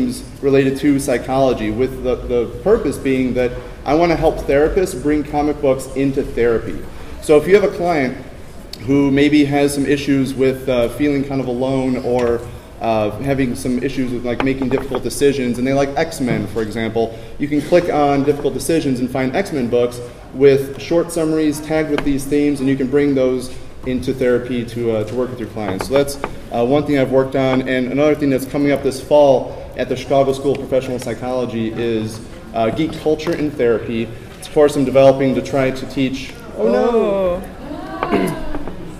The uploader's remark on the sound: Geek Therapy at SDCC 2013